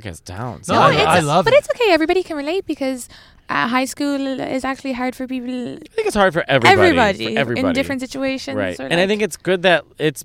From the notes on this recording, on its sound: In a car outside the Comedy Cellar.